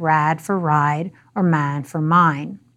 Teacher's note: AAVE also shares pronunciation features with Southern white vernacular dialects. For example, a for I, as in something like rad for ride or man for mine.